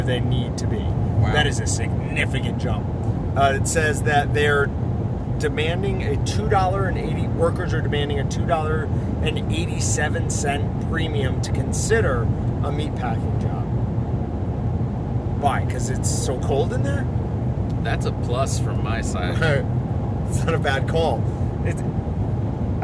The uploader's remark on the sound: Stuck in the truck traveling to Missoula, Montana, as they head to Rendevous put on by BHA.